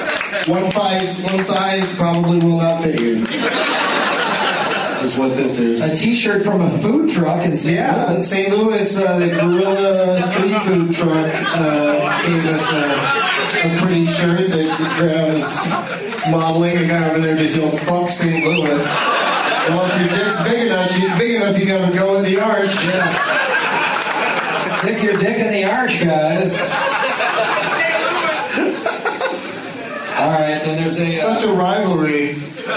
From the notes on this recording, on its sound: audience members at Zanies Comedy Club in Rosemont, IL